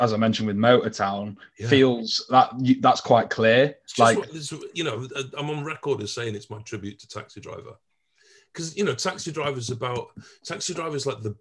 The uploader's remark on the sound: jumped on a zoom call with us